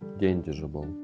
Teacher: И ударение у нас будет на Е.